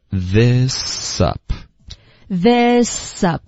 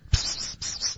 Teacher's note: 那 up 的这个 p 的音呢跟后面这个 s 的音呢这两个辅音连在一起呢会一起发的，你可以想成 ps,是一个 ps 的音。有时候我不知道这中文我,ok,英文我们想要悄悄的得到别人的这个注意或者关注的时候呢我们会 ps, ps,然后我就会听到然后往你那边看，这么可爱的声音啊。对对对，英文就是这样，我不知道中文会不会这样，比如我们都坐在图书馆里面不能